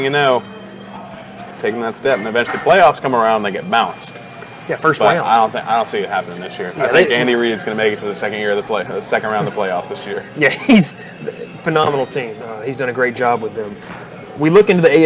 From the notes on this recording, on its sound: Live from Moe's BBQ in Rome, GA